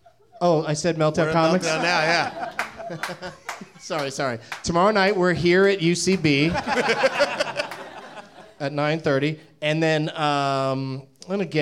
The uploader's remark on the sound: Live from the NerdMelt Showroom in Hollywood